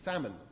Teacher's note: Salmon. You don't hear the L.